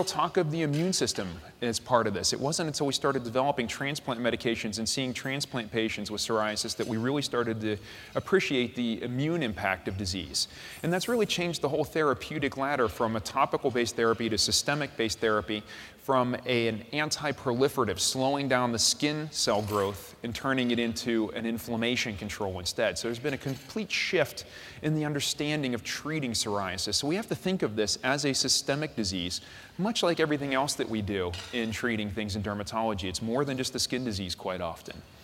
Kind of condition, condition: setting, busy venue